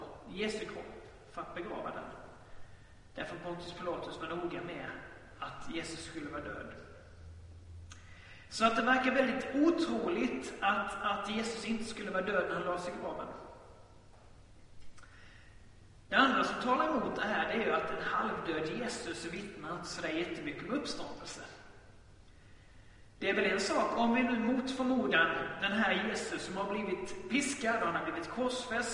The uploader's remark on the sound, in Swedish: Inspelad i Baptistkyrkan Tabernaklet i Göteborg.